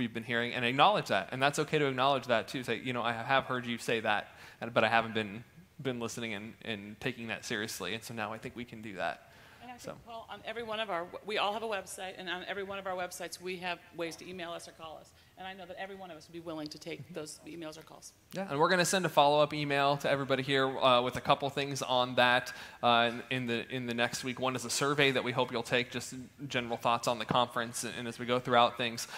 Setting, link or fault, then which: setting, live audience